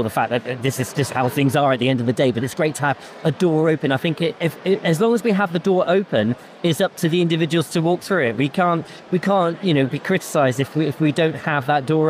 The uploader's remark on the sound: Devon Business Show. 'Live at the Show' podcasts.